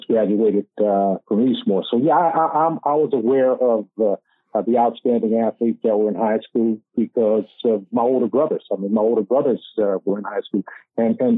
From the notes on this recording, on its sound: The very first episode we recorded for City League Sports was a phone call. Due to technical difficulties, we did not intend to release the show.